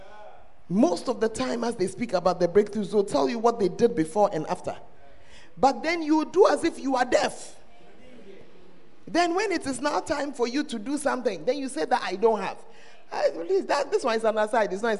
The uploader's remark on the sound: Preached at the First Love Center, Ayeduase